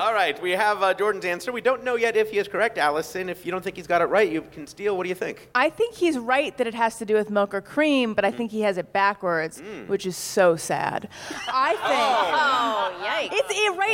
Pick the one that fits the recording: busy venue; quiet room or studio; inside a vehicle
busy venue